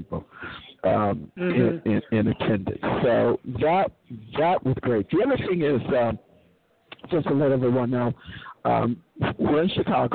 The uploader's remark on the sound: Report Live From Socialism2017 Conference In Chicago.